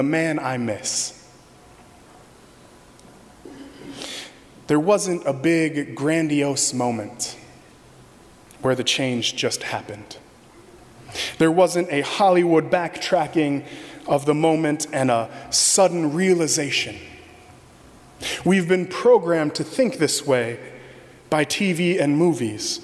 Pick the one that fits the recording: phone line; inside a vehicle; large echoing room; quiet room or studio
large echoing room